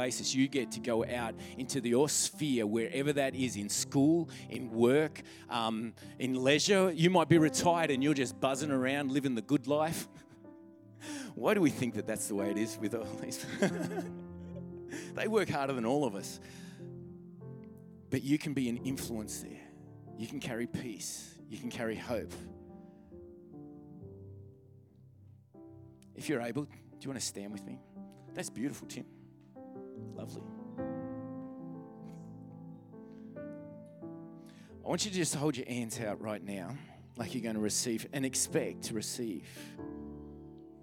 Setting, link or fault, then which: setting, large echoing room